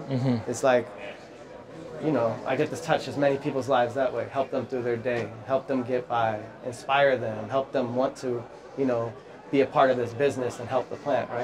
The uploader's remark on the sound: Live At The Baseball Hall Of Fame. Was filmed on Induction Day at the Baseball Hall Of Fame.